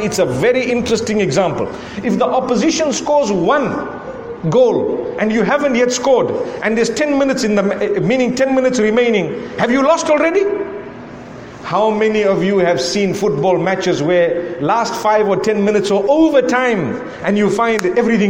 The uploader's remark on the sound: A lecture to the youth delivered at the Nurul Islam Masjid in Trinidad